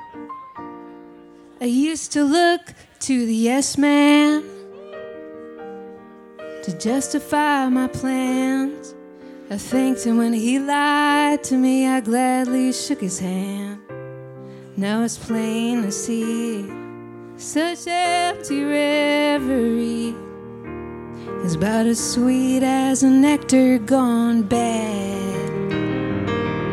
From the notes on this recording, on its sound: Live show taping at Bowery Ballroom, New York City